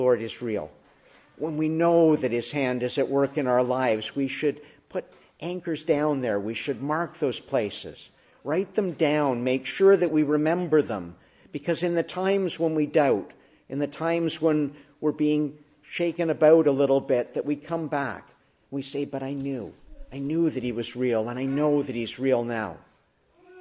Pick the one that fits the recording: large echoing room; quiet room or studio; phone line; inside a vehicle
large echoing room